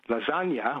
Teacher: We all say lasagna, where the sound on the end is eh.